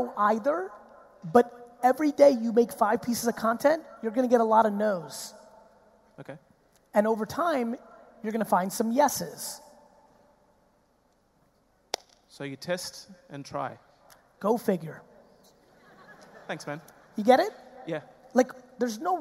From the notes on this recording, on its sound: Melbourne 2019 Keynote. This episode is a fire keynote I did in Melbourne a few weeks ago.